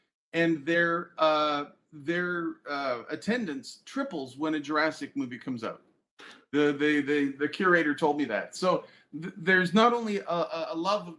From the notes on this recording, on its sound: Live Book Release Event via Crowdcast.